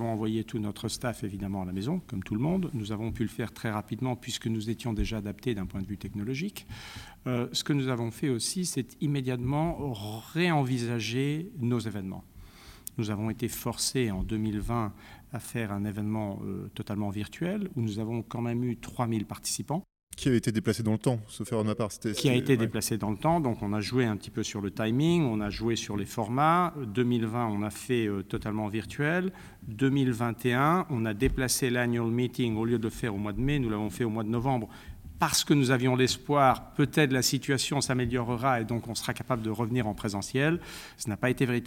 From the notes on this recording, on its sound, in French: À l’occasion du Congrès annuel de l’INTA à Washington